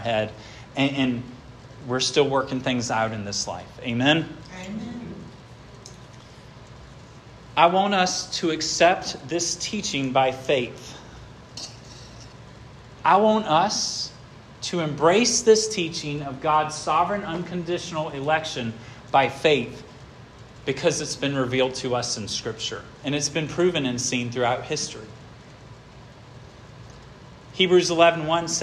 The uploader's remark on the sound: This sermon was preached at Hope Fellowship